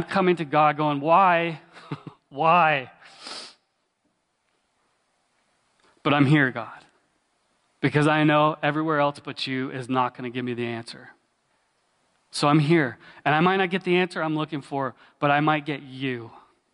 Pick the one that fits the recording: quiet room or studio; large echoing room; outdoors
large echoing room